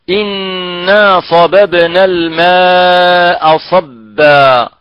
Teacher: مخرج الباء بانطباق الشفتين على بعضهما